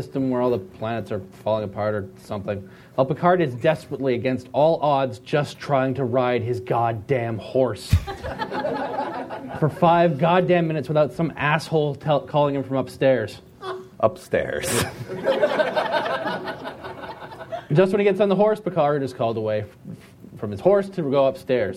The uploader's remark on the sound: Recorded live at the Emerald City Comicon.